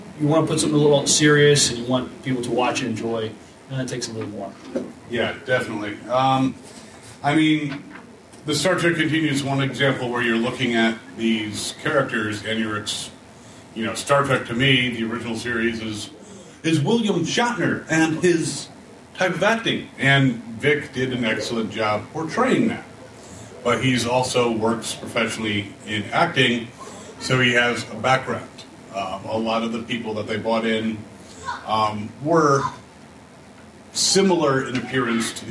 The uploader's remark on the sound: A Farpoint 2019 Con Panel